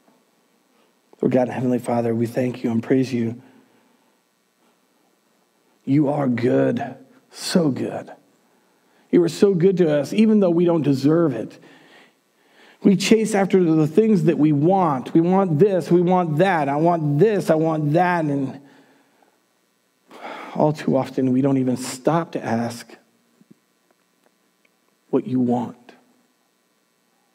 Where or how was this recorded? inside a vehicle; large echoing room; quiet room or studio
large echoing room